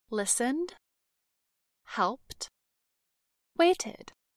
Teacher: The ed ending of all three verbs sounds different. Listened has a d sound at the end. Helped has a t sound at the end. And waited has an id sound.